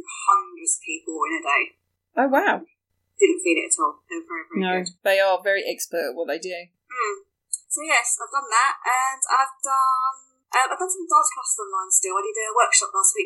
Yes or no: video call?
yes